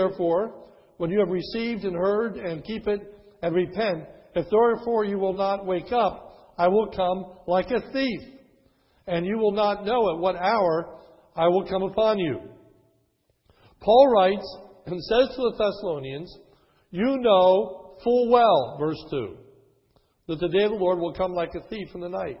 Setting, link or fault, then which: setting, large echoing room